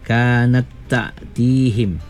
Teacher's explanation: Yang kedua huruf ta. Ya, diidghamkan pada huruf ta. · Term: idgham mutamatsilain saghir